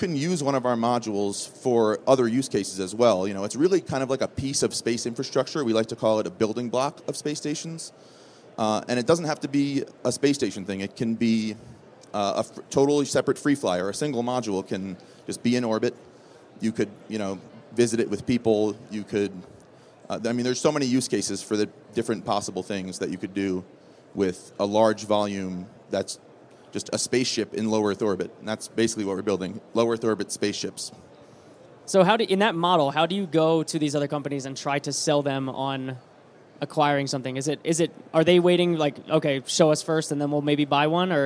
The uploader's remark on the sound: Live from Space Symposium 2023. Live from the Redwire booth at Space Symposium 2023! Then talk with a trio of drop-in guests.